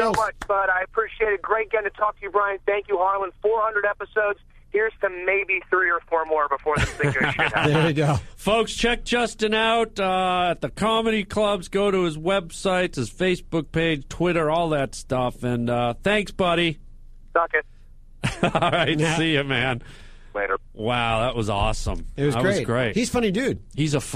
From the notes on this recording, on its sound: This is 400 - B the IN STUDIO AT UNIVERSAL CITY episode. Live calls and webcast.